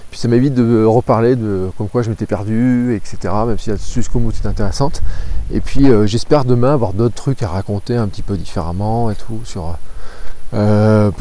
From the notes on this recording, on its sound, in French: Episode enregistré à Jargeau juste avant de dormir sous un arbre au bord de la Loire